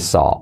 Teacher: es como una mezcla entre o y a